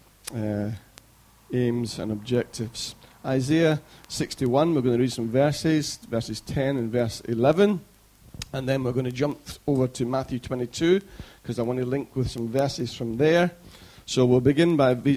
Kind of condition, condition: setting, large echoing room